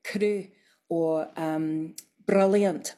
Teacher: they do a tapped R, which is tip of the tongue on the gum ridge bouncing off